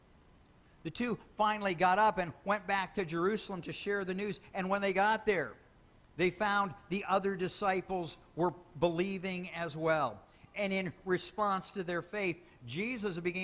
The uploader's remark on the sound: Sermon Audio